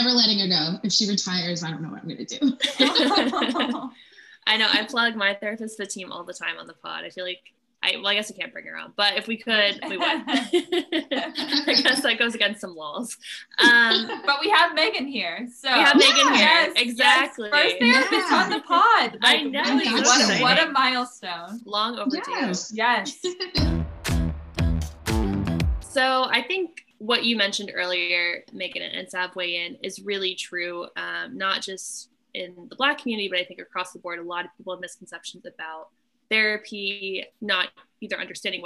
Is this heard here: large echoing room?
no